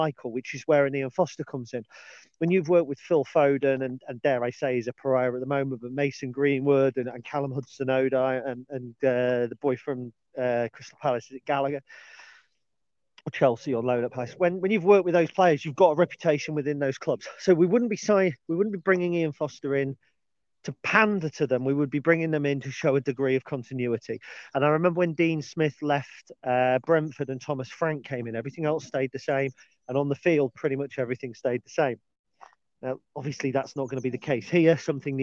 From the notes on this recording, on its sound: on today's dog walk